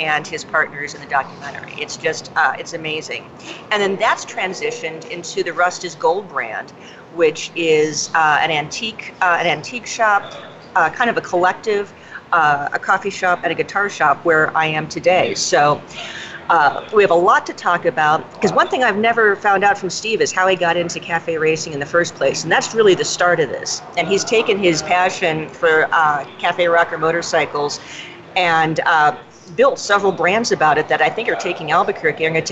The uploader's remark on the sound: This will be our first remote podcast, airing live from the Rust Is Gold coffee and antique shop in Albuquerque.